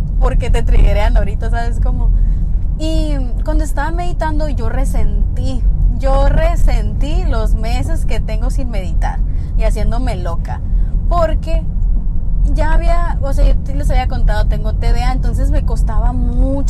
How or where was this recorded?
inside a vehicle